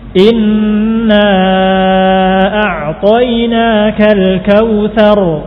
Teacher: Pakai sa ujung lidah dengan ujung gigi seri depan atas.